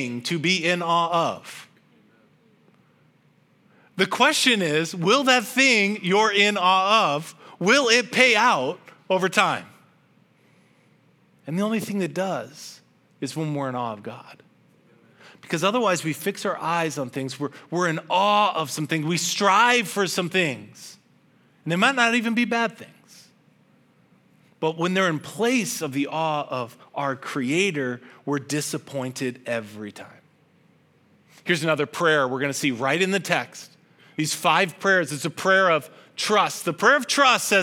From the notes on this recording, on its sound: This message was originally preached at Highpoint Church on Sunday, September 3, 2023